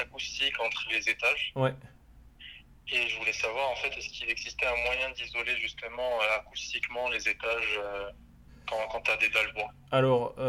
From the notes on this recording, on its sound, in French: Nouveau phone coaching concernant des questions sur le DPE.